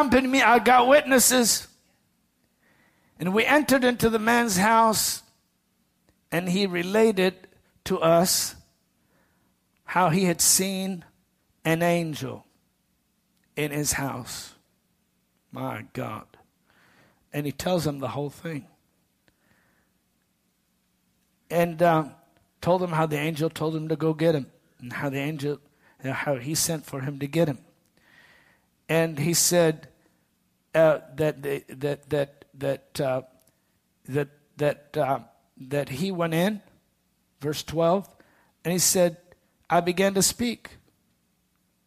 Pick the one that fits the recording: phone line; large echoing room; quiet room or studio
large echoing room